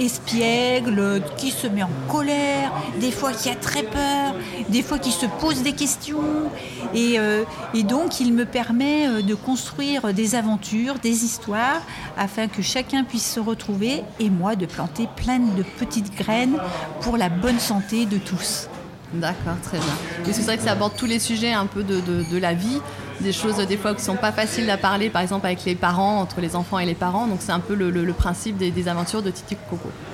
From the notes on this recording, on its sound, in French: Nous sommes le 18 septembre 2022 et assis à une table du bar le Clémenceau de Jard sur mer. Qui participent à Escale Littéraire, le festival proposé par la communauté de commune Vendée Grand littoral.